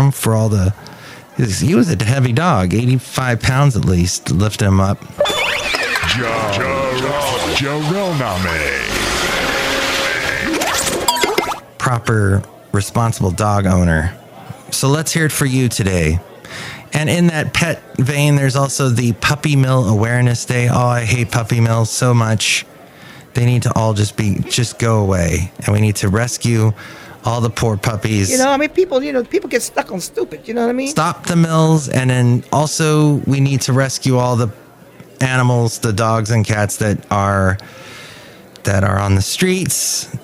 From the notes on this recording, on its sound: podcasts live from Café Anyway